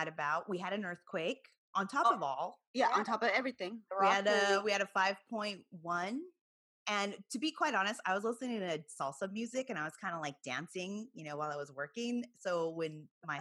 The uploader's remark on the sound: joins us on this Hoops Talk Podcast Zoom’d episode